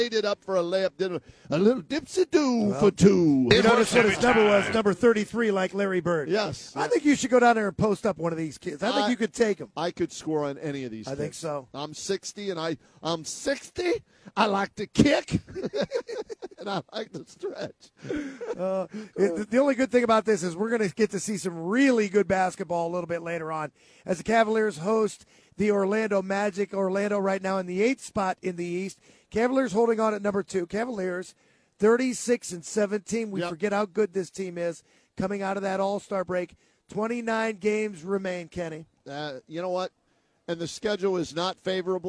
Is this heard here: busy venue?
yes